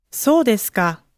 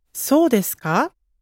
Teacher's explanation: Si contestaras con una entonación descendiente, estarías admitiendo que estás de acuerdo. · Shown in: first take